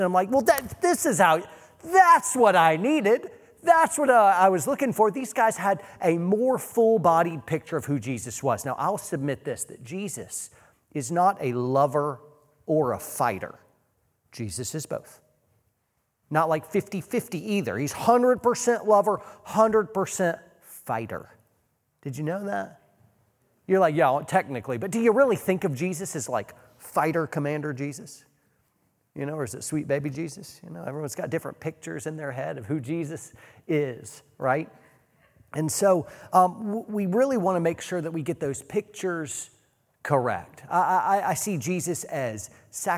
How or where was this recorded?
live audience